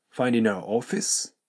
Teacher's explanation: Finding の G、これを飛ばして N と our がくっついて findingour、 finding ouroffice。